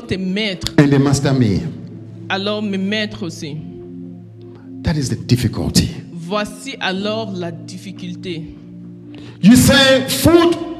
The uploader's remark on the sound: Preached during Joyful Hour Sunday Service